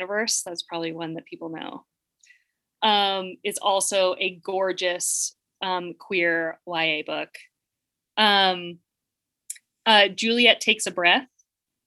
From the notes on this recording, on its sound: This episode is taken from a March 23, 2021 virtual event celebrating the new book.